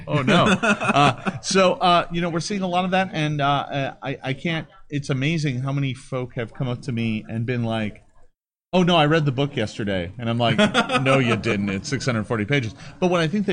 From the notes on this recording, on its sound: Audience-participation, Q&#38;A session. Gen Con 2019 – Pathfinder RPG Rules Q&A.